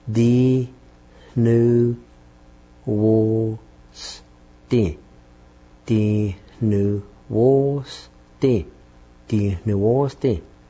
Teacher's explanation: And in this word, right between the I and the N, or you might put it this way, the N kind of has a nasal sound to it, like an H-N sound